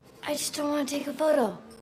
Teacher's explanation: So we connect everything together. The T is also dropped between the don't and the want, right? The T after an N, when it's unstressed, in this case in a function word, is often dropped.